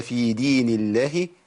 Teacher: في دين الله عندنا اللام لفظ الجلاله مرققه لان قبلها مكسور، في دين الله ما قولش في دين الله ما تنفعش.